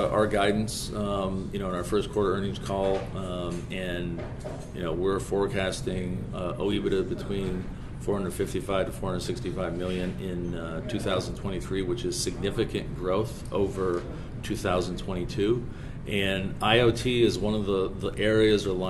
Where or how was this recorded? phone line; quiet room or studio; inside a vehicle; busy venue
busy venue